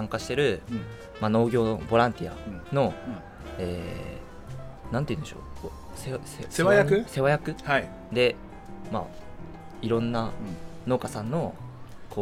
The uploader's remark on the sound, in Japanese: 奄美大島5日目。外で収録しているため、途中風によるノイズがあります。